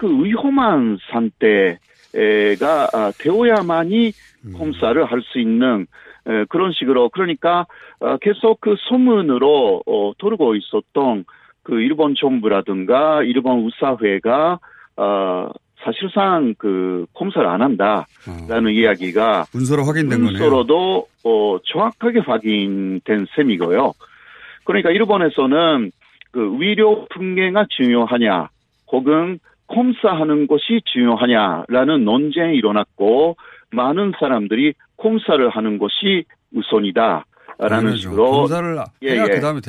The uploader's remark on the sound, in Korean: 전화연결